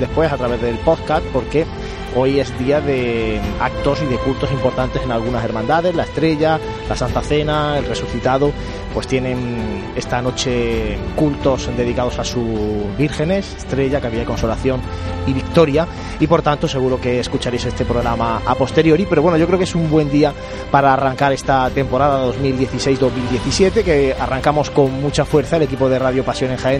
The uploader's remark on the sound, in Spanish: los sonidos que nos dejó su procesión por las calles de Jaén